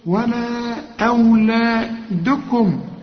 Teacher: عند الوصل مد أربع حركات علشان الهمزة